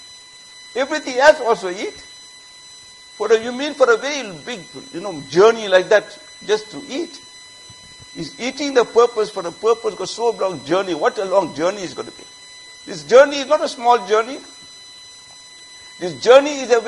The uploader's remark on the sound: Jumuah Lecture at Masjid Mueenuddeen